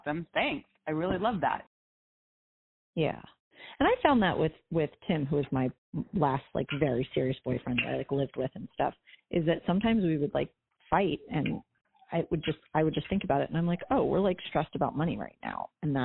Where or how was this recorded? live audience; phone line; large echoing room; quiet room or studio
phone line